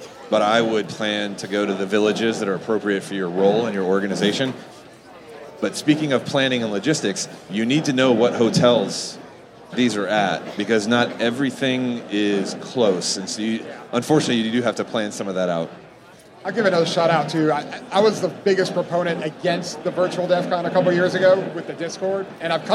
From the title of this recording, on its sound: Live from BlackHat 2023